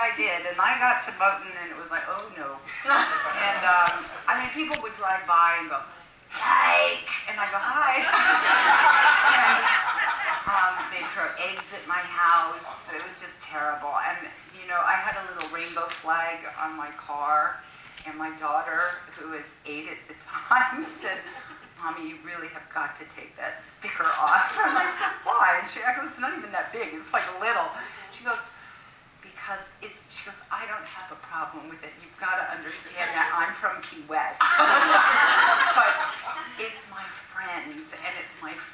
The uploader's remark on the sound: recorded during Philadelphia’s QFest (Queerfest)